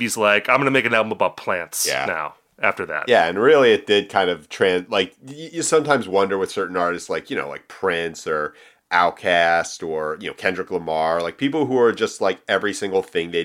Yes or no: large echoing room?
no